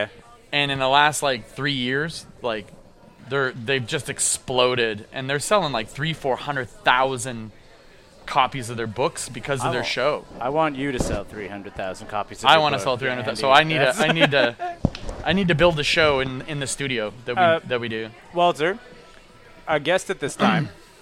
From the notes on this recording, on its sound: we recorded this one live (to tape) at the back of Grumpy’s on Montreal’s historic Bishop Street